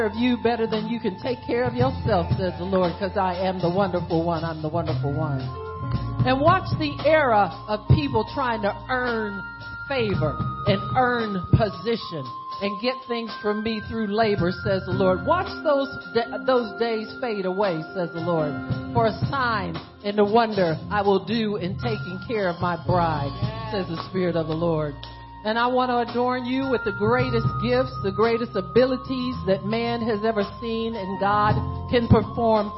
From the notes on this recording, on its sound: Prophecy given February 16, 2018 at the GATHERING OF EAGLES CONFERENCE